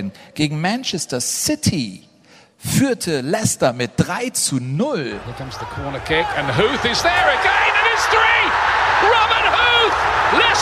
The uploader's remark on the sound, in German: Live aus Köln-Ehrenfeld